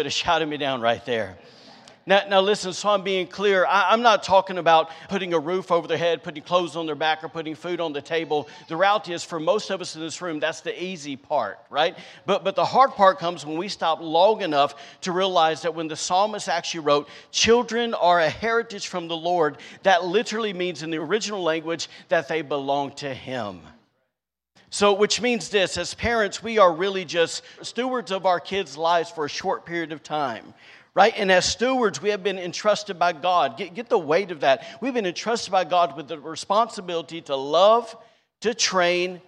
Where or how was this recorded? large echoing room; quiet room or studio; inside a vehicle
large echoing room